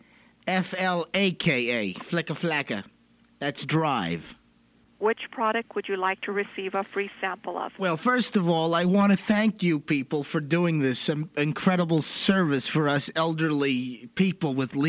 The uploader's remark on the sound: Prank Phone Calls